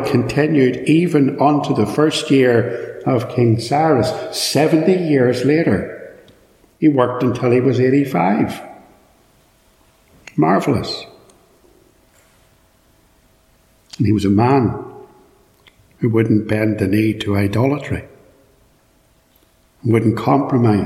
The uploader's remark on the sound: This is a sermon preached at Ballymacashon Congregational church, Killinchy, Co.Down. It is live and unedited, so there will be extraneous noise etc.